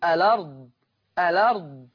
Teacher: شيلوا الهمزة وحطوا الحركة على اللام تتقري ايه؟ قولوا الارض، الأرض. · Term: النقل